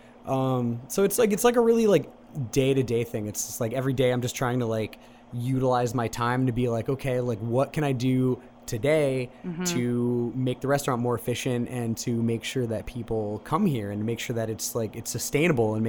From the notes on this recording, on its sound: We went down to the new location opening in August and did a live recording. There's a water bottle that really wants to be part of the episode.